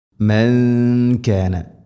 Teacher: സുക്കൂനുള്ള നൂനിന് ശേഷം കാഫ് നൂനിനെ അവ്യക്തമാക്കി മണിക്കണം · Term: ഇഖ്ഫ ബിഗുന്ന